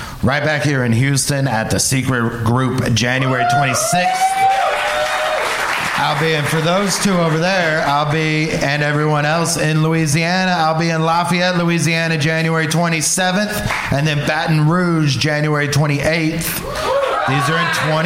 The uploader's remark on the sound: Live from The Secret Group in Houston